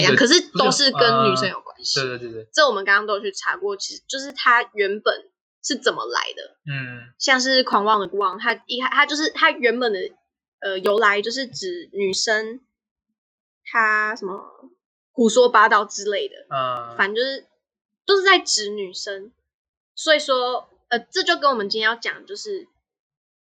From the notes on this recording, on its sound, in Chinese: 下期品質會提升的(收音品質也會的